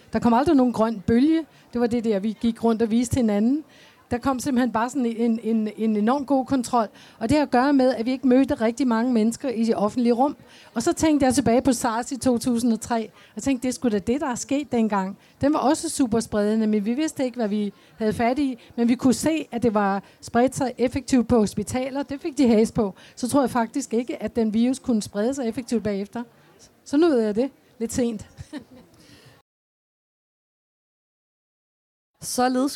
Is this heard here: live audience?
yes